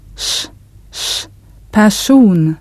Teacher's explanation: The R and S come together as one single sound. · Term: R plus S